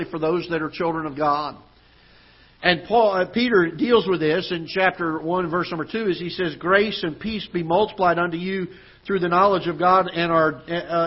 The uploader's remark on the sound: Ketha Heights Baptist Church ~ Live Broadcast